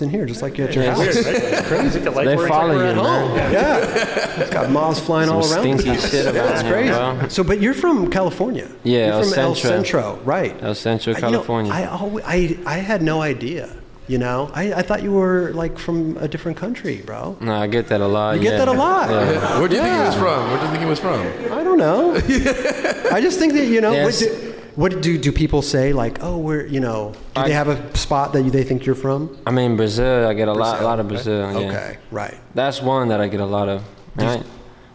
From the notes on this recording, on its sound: Adidas "Das Days" Los Angeles. We were live on location at Adidas Skateboarding Das Days! Thanks to everyone who came out to watch the live show!!